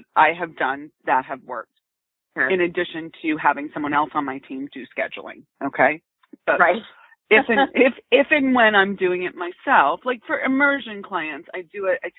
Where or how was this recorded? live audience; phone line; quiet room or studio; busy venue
phone line